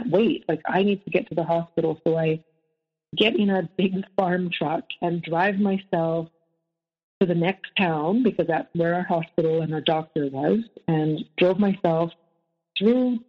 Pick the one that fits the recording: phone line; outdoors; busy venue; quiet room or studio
phone line